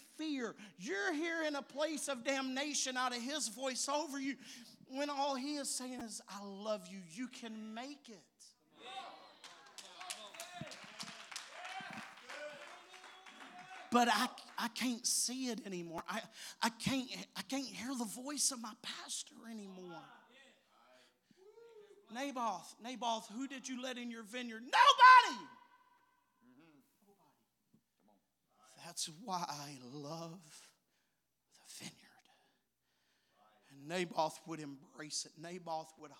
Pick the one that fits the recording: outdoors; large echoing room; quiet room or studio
large echoing room